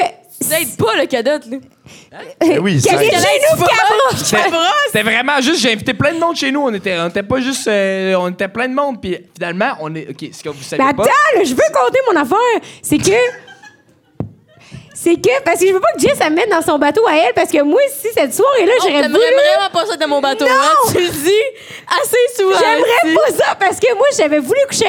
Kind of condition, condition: setting, live audience